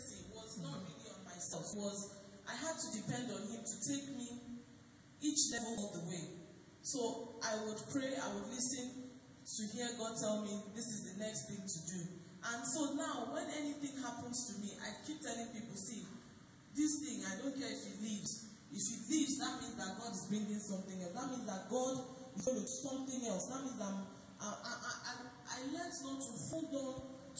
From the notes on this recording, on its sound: Recorded LIVE at our Interactive Service on 4 Dec 2019. Venue is Grace Assembly, Yard 158 Kudirat Abiola Way, Oregun Ikeja.